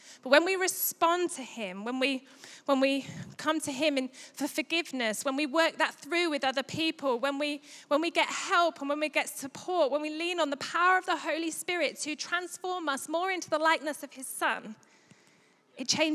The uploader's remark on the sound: Recorded live at Life Church Lancashire 19th June 2022.